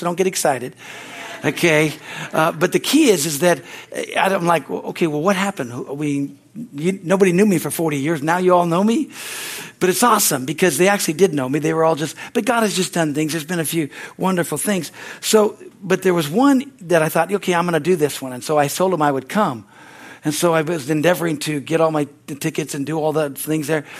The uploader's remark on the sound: The Wednesday service on September 6, 2023 at Harvest Bible Church in Stockton, California.